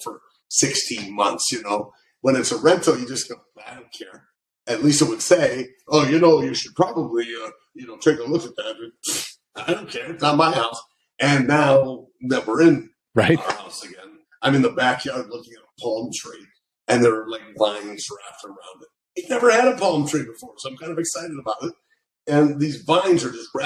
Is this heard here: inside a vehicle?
no